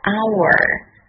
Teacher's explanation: Hour，h 不发音，它的发音就和 our 的发音是一样的 · Term: silenth